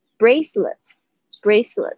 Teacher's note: 声音。，哦，注意一下，A 这边是发微笑的那个 A 的双元音，bracelet。然后呢，这个一，它就是因为重音没有在它上面变成 it 的声音。所以呢，我现在知道它的规则了，这边呢，它发，A 重音没有在上面的时候，通常会发 er 的声音， E 重音没有在它上面的时候，通常会发成 it 的声音